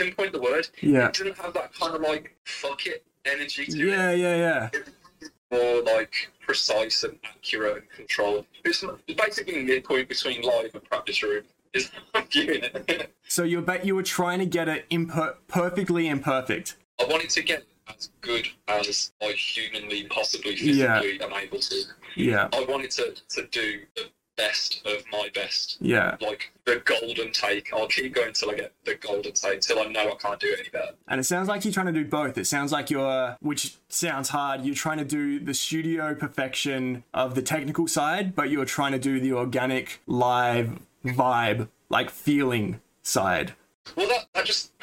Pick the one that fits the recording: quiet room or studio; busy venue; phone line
phone line